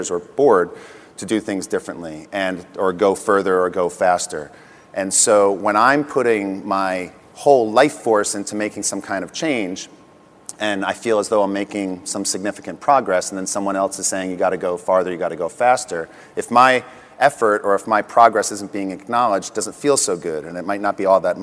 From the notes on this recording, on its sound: The best of live interviews from GreenBiz events.